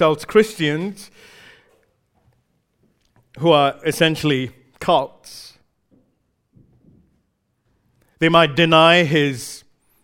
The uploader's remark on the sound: recorded live at Grace Community Bible Church